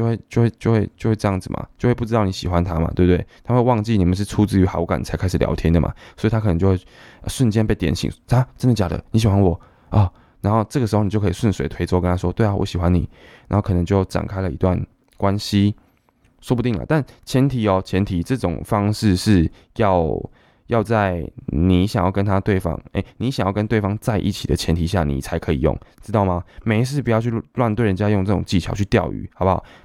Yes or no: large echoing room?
no